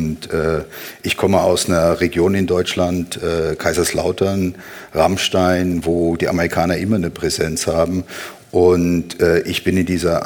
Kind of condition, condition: setting, busy venue